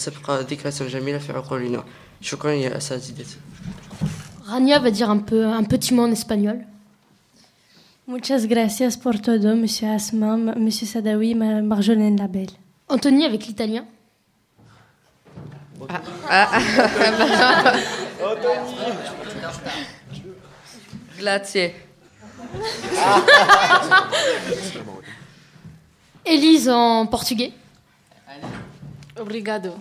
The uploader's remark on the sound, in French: en direct de la maison des associations de Tourcoing